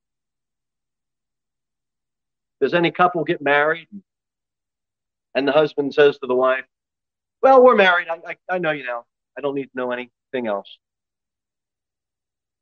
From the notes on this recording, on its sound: Sermon delivered at Pilgrim Baptist Church on Sunday, February 5, 2023, at 6:15 pm. Jere Whitson Rd.